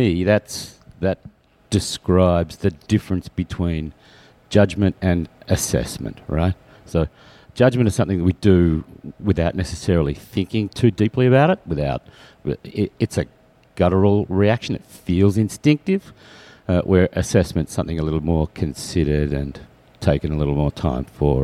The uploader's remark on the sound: Some audio recorded in the Disco with fellow podcasters WeGottaThing.